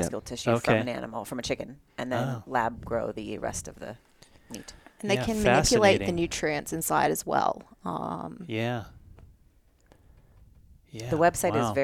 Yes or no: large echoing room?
no